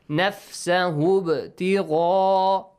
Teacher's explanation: Then ba is sakin, produce an echoing sound. · Term: Qalqala